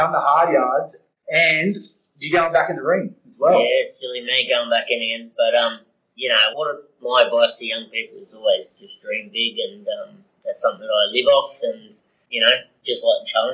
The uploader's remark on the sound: Sometimes things don't go exactly as planned, and that's exactly what happened during this interview. We faced a little technical glitch with the audio.